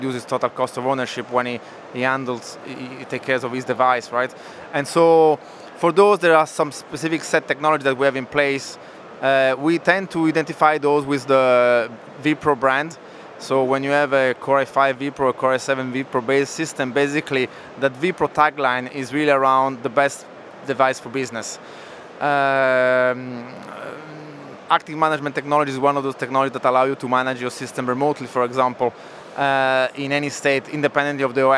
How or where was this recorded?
busy venue